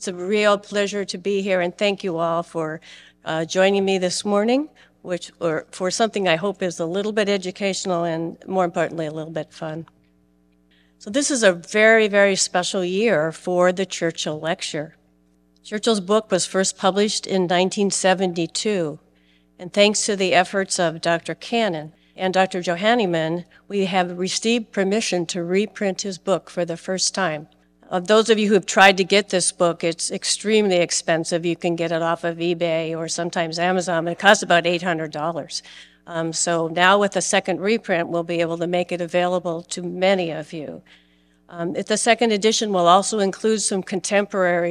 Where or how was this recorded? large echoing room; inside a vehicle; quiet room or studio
large echoing room